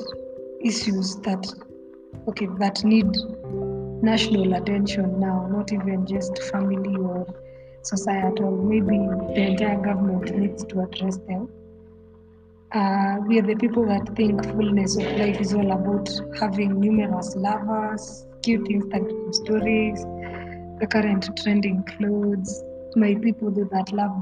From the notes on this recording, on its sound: I am working on resolving the background noise issue